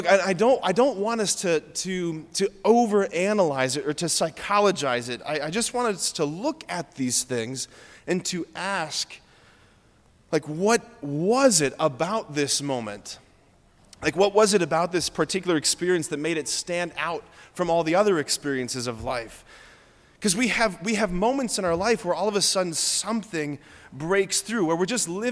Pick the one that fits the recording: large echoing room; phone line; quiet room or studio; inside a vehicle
large echoing room